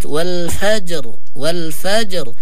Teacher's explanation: إذا وقفنا على كلمة الفجر هنا إذا وقفنا عليها نقرأ الراء بالتفخيم